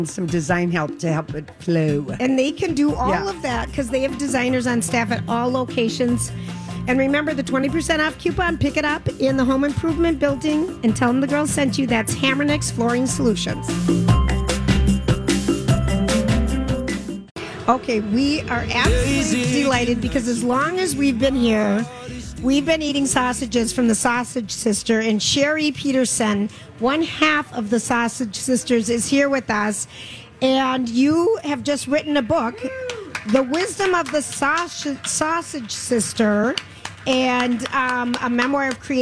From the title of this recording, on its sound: LIVE from the Minnesota State Fair